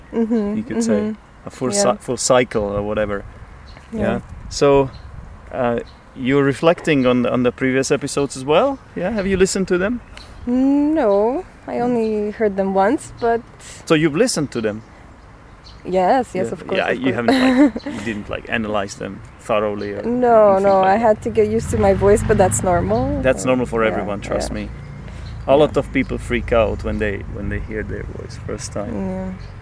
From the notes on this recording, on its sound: This episode was recorded outside by the river.